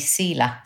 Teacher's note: There's no SH sound in my language, Inuktitut, so everybody just calls me Sila.